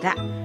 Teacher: 舌の先を反らせて上の顎の下の先を当てて発音するラ